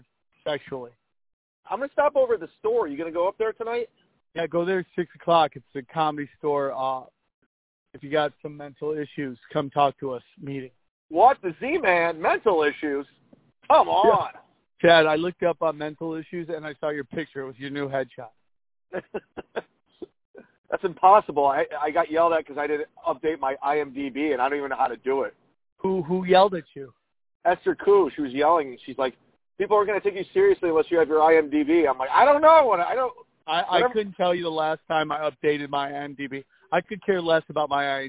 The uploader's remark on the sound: You're favorite phone call podcast is back and we are in prime form. While kicking it at his old stomping grounds, Valvoline!